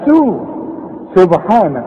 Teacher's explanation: رقق السين قوي احسن تطلع معاك صاد